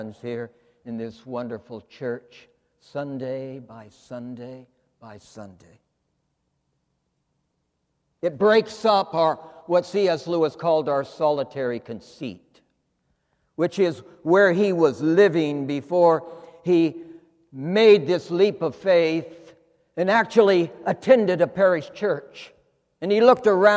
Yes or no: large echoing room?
yes